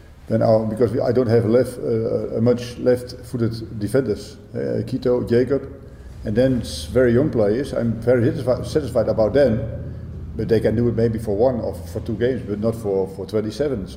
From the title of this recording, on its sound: FFA Cup Semi Final press conference